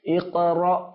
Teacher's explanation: হামজার উচ্চারণ যখন সাকিন বিশিষ্ট হয় তখন একটু ধাক্কা দিয়ে উচ্চারণ করতে হয়।